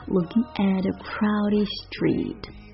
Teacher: 在美音的发音当中 K 跟 T 是一样的，如果后面跟着一个元音出现连读的情况下， K 会浊化成 K 跟 G 中间那个音。 Looking at a crowdedstreet，它又不是 looking，它是介于两个音中间那个音，就好像 t 跟 d 还有 p 跟 b 也是一样的道理，记一下 OK。当然如果你觉得浊化之后这个过渡音你把握不了，你可以保持原状哈，背它 looking 都 OK 的。